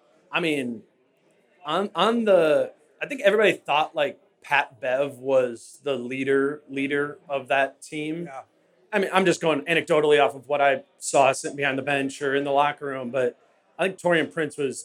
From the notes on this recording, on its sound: Live at Falling Knife Brewing Company. Live Q+A.